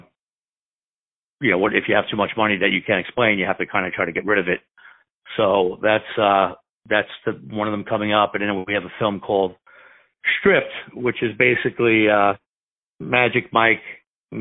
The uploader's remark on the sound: On the phone